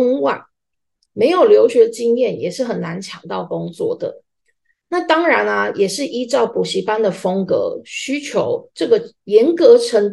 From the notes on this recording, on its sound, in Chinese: 地點：線上（zoom）